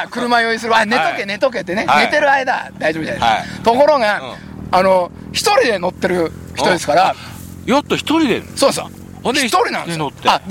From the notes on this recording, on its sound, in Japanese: 長野県ビーナスラインの霧ヶ峰高原にて。バイクツーリングをして青空対談収録を開催いたしました。